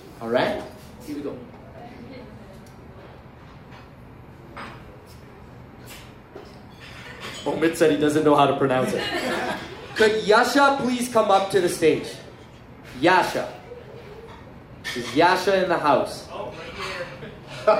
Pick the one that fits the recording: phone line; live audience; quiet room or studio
live audience